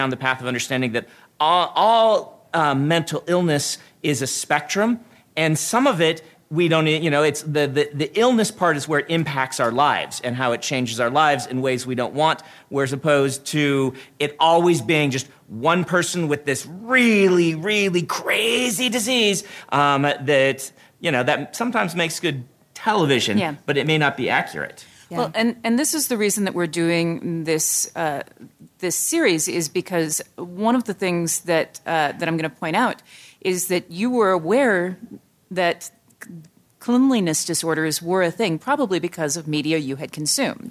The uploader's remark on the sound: This episode was recorded live at Salt Lake Fan X